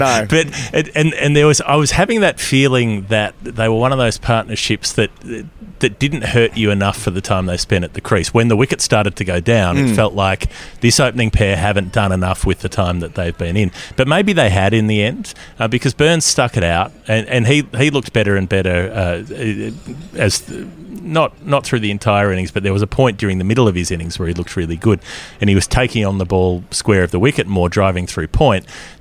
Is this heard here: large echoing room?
no